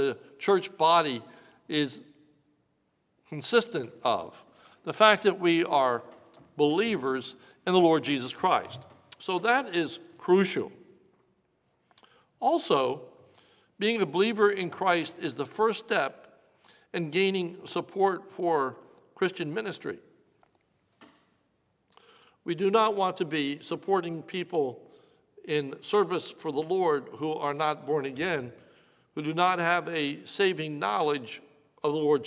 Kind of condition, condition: setting, large echoing room